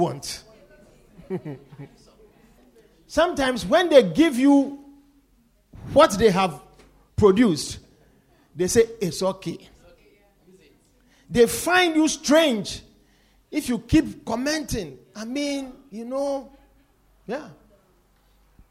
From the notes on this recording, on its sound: Preached at The Victory Secrets Service.